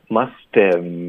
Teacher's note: 可是我们结尾的这个 v 的音呢会轻化。OK，因为我们尤其是在这种虚词上不重要的，right？ It's just 语法，因为语法需要说这个 have，所以呢，它的 v 的音呢，我们不想要特别费劲的把它发出来。Musthave， I must havepacked，会觉得很别扭。所以这个 v 的音呢，其实我们会把它轻化，那也是跟刚刚这个漱口水的这个概念是一样的，是要挤出这个 f 的音，所以我们会发 does。所以大家需要练习，就在坐在那边没事呢，就是用嘴巴里的气，不用肚子的气，把它送出这个 F 的音 musthave，然后这一点点这个小轻的一个 F